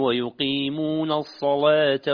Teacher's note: في كلمة الصلاة كأنك أردت أن تغلظ اللام فلم ينضبط معك التغليظ